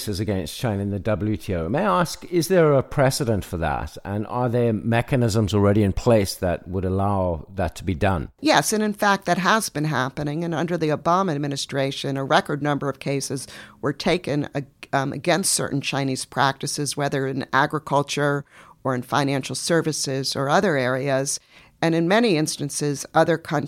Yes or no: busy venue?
no